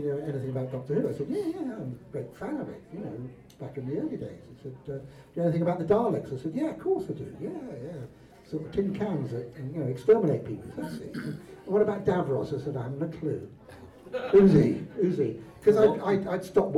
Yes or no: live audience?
yes